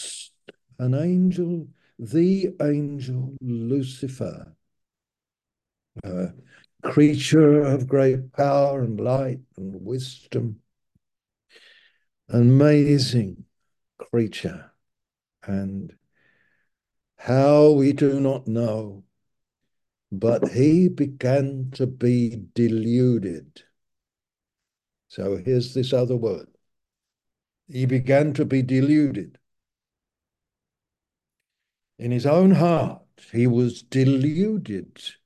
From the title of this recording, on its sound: Malaysia Meets (Zoom)